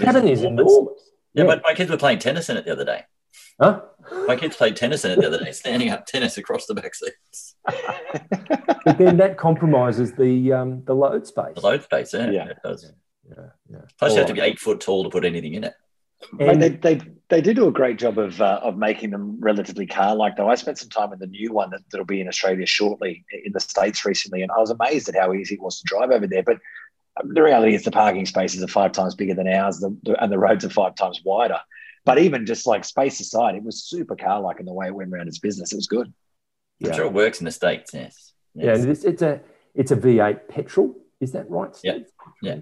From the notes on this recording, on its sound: Gather in cyberspace.